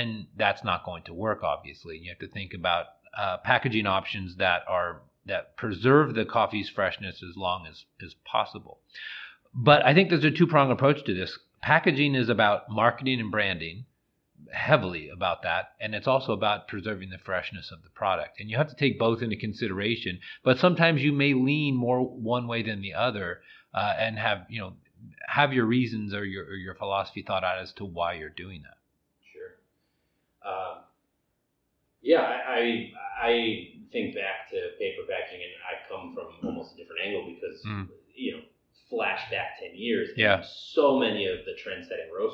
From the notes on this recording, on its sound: We apologize for the sound quality on these two episodes. We were recording under less than optimal circumstances.